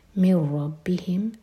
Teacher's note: ادغام بغیر غنہ کے، تو نون کا ساؤنڈ نہیں آئے گا، میم کو سیدھا را سے کنیکٹ کریں گے